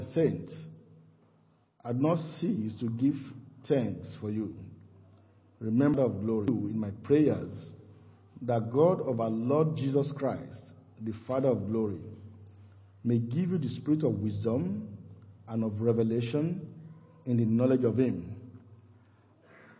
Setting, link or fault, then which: setting, large echoing room